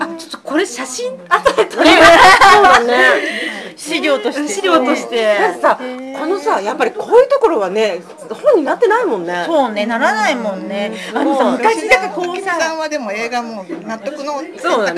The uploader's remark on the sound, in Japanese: 公開収録イベント「少女漫画座談会」の後編です。